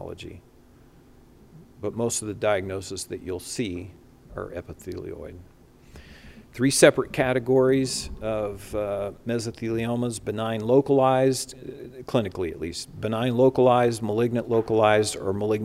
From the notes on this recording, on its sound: recorded Saturday, September 11, 2021, during the CORE conference in Salt Lake City, Utah - USA.